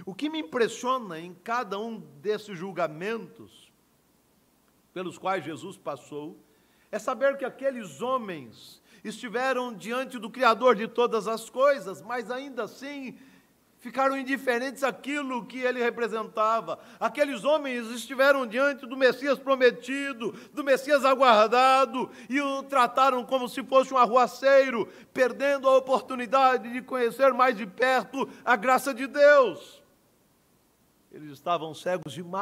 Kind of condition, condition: setting, large echoing room